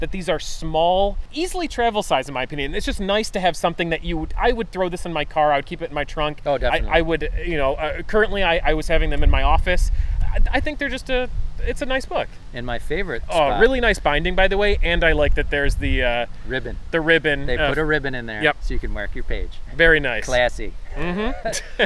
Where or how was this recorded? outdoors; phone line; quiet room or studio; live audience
outdoors